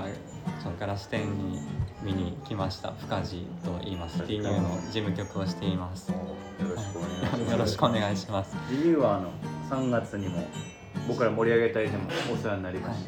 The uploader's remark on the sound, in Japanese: いつもの収録場所で行われていたワタリグラスの展示会（ ）で、急遽収録をすることに。いつもの収録場所で行われていたワタリグラスの展示会（ ）で、急遽収録をすることに。賑やかな収録となりました。